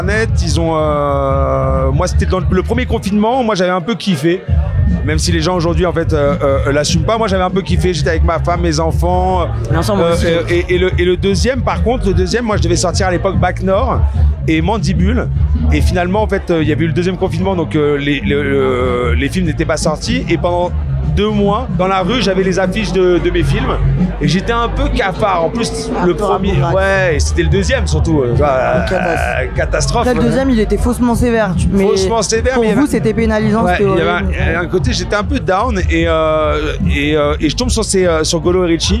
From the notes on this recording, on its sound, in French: Il est venu raconter son parcours en pleine contre-soirée au festival de l'Alpe d'Huez. Au chalet.